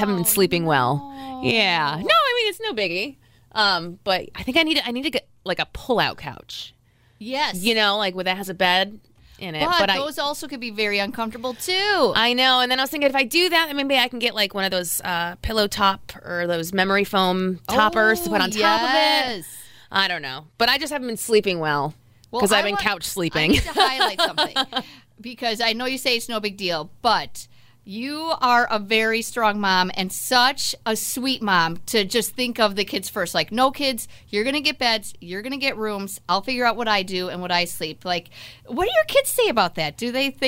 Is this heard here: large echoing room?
no